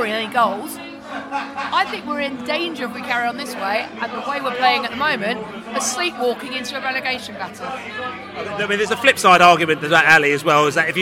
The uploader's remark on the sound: Millwall pre-match podcast from the Pub.